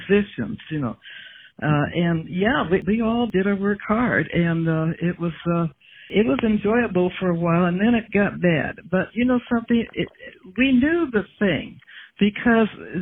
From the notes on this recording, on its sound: spent two hours on the phone together